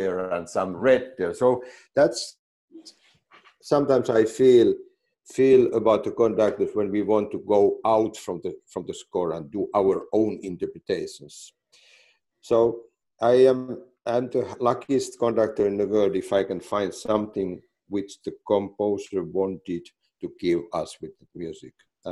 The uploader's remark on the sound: This interview was recorded on 4th July 2020 via Zoom.